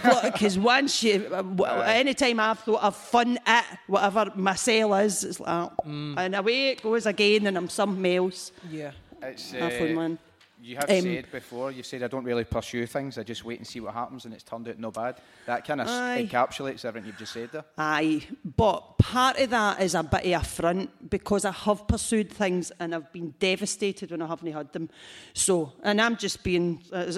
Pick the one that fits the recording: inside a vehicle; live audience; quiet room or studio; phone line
live audience